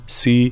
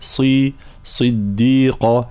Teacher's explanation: لابد من مزيد تفخيم الصاد، هي مكسورة نعم ولكن مفخمة ومطبقة · Shown in: second take · فلا نقول صديقا سي، لا صي صديقة هكذا.